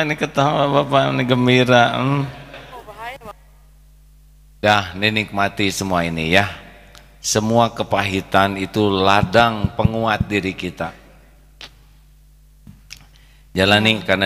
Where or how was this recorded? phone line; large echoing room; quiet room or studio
large echoing room